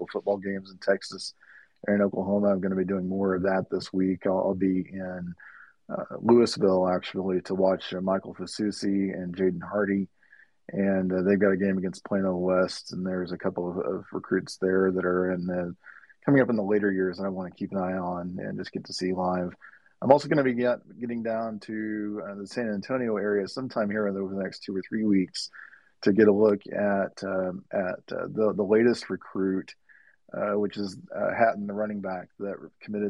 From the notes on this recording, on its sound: This special episode of the podcast was recorded live on Twitter Spaces!